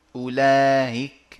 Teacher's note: الهمزة من أقصى الحلق